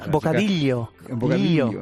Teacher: para mí la L y la Y suenan igual